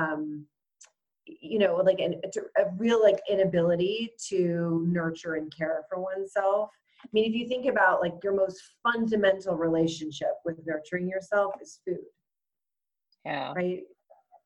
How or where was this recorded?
video call